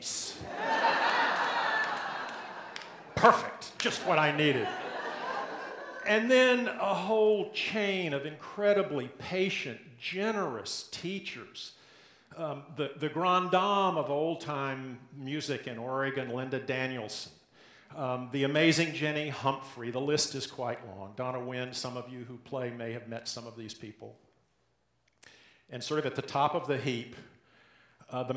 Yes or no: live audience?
yes